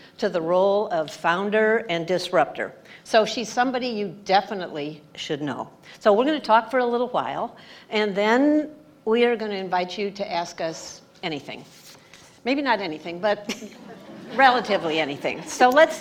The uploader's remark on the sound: Recorded in front of a live audience